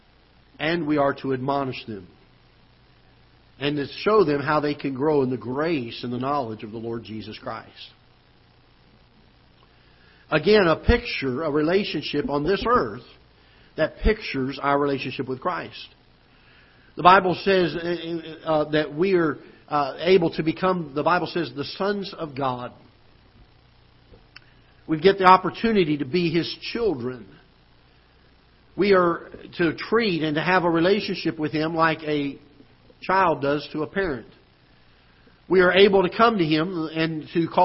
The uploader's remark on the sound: Ketha Heights Baptist Church ~ Live Broadcast